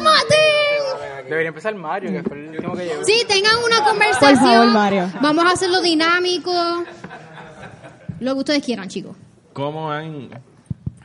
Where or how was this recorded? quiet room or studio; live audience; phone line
live audience